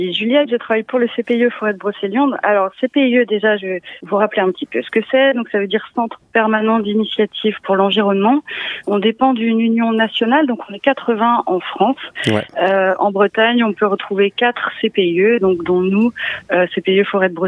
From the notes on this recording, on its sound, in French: Nous avons reçu (par téléphone) au micro de Timbre FM.